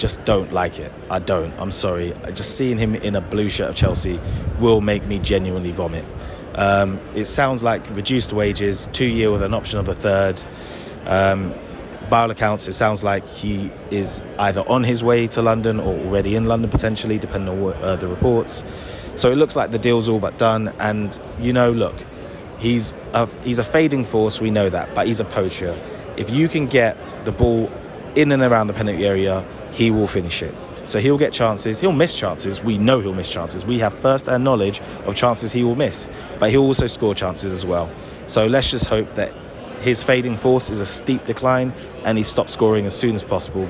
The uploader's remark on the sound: This was recorded slap bang in the middle of London and so you will hear all of the hustle and bustle of a London that is back from the dead.